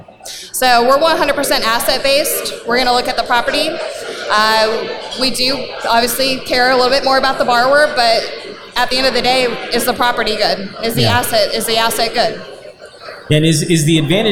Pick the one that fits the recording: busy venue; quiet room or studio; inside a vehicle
busy venue